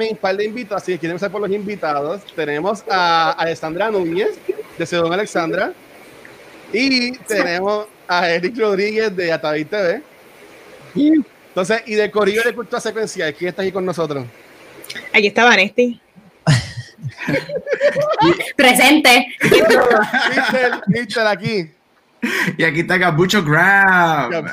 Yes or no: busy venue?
yes